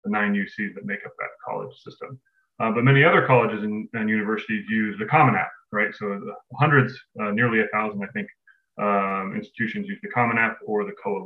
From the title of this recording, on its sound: Webinar Recording